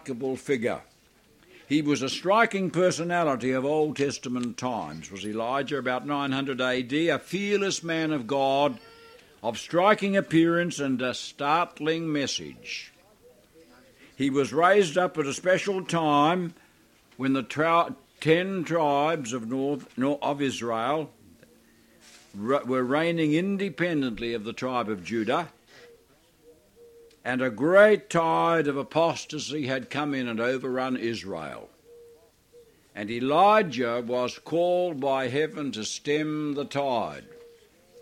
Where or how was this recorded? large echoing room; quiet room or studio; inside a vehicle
large echoing room